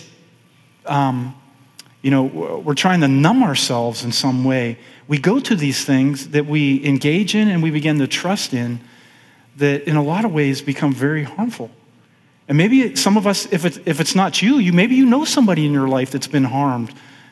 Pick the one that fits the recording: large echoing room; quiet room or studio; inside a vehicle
large echoing room